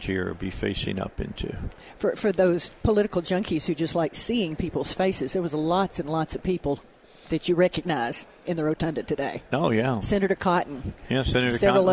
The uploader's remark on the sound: Live at the State Capitol for Filing Day